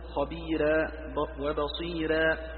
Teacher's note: وهذا يقرأ خبيرا وبصيرا بالترقيق